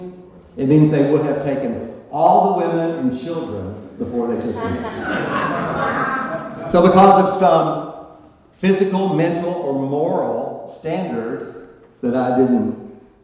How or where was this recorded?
live audience